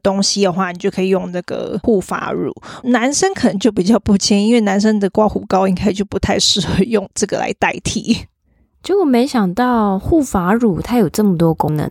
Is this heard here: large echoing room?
no